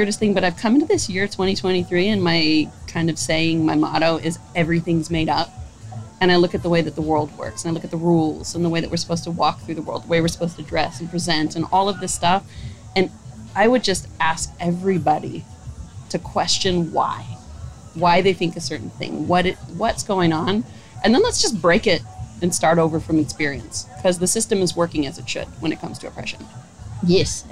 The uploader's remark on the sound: Live at Big Gay Out 2023.